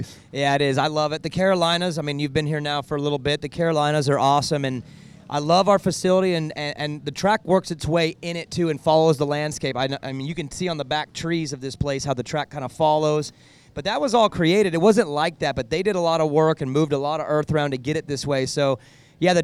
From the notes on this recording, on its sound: go live from the 2023 Vurb Classic at NxtLvl101